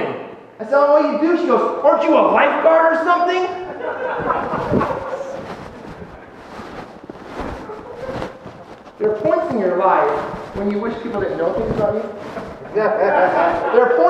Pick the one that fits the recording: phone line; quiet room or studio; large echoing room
large echoing room